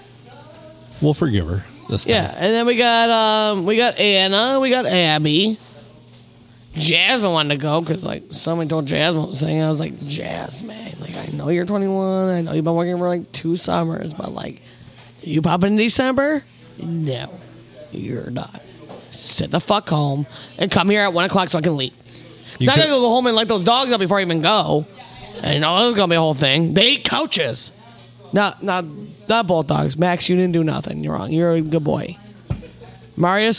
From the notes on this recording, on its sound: Recorded on a crazy Monday night at the Blue Water Sports Bar and Grill.